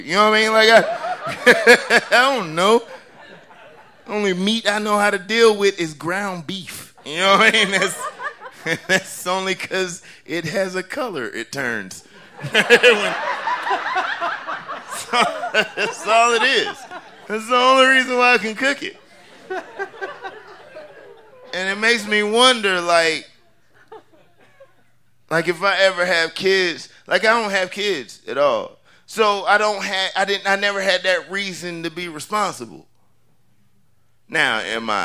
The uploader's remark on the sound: recorded live on 20 May 2015 at Buntport Theater in Denver, Colorado